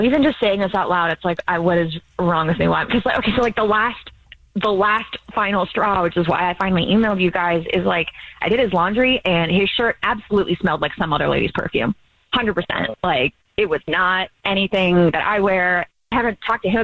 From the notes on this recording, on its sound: is on the phone today